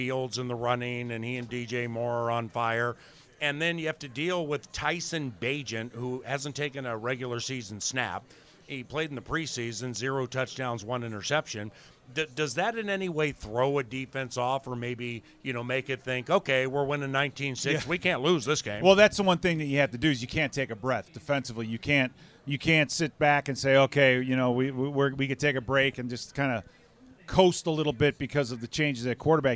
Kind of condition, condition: setting, busy venue